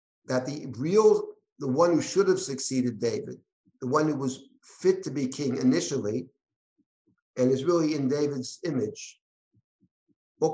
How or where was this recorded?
video call